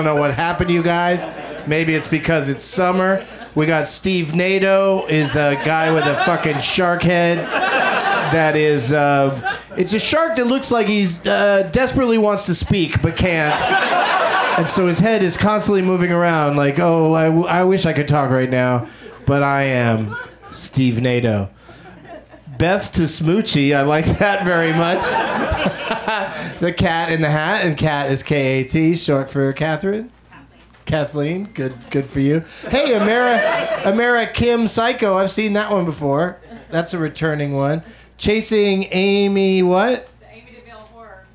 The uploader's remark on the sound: Back home at the UCB Franklin